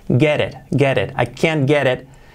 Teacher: Esa T de get, R suave porque se une con el it siguiente.